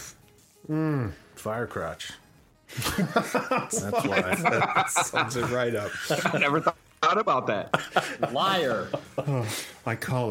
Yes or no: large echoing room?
no